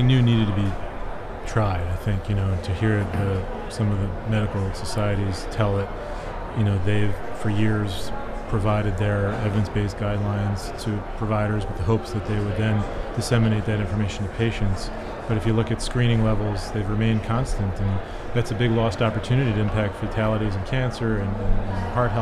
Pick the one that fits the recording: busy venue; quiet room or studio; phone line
busy venue